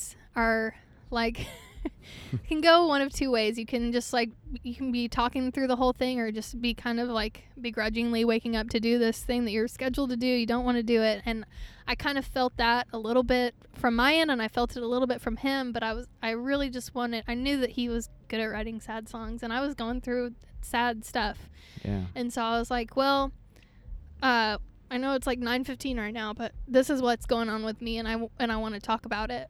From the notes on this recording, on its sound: in her car backstage after her set at the wonderful Orange Blossom Revue Festival in Lake Wales, FL